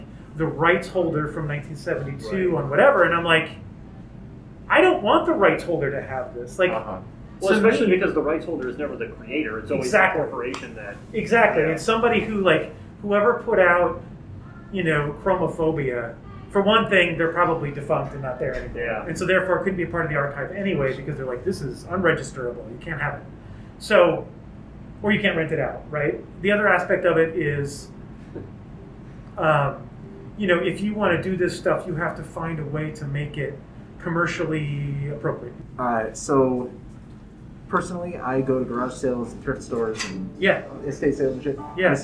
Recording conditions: poor sound quality